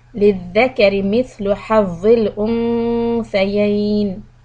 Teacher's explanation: للذكر. Tip of the tongue out for ذال